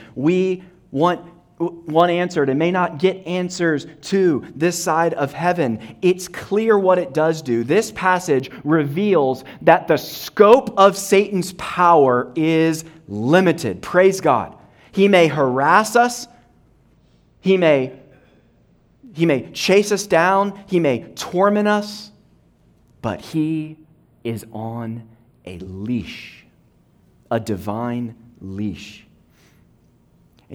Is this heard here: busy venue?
no